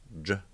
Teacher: So you get J, like the one we're familiar with, the alveolopalatal, which is J, and the final, the retroflex affricate, J, with the lower quality